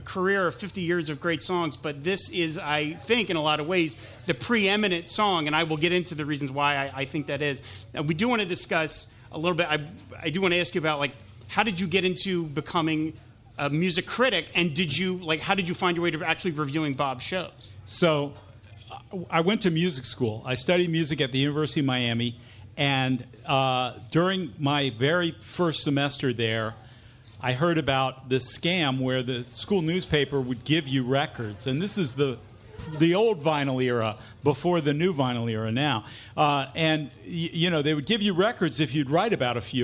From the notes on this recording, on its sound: Pod Dylan Live! Recorded live on July 28, 2019 at The Tattooed Mom on South St.